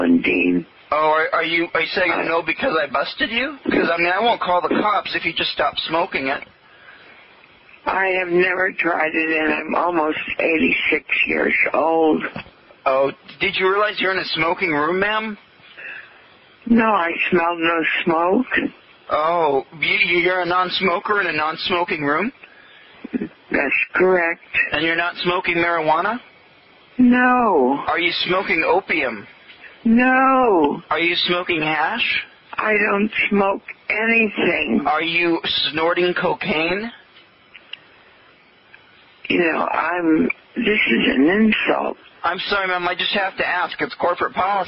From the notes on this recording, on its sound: …'s Personal Prank Phone Calls Collection.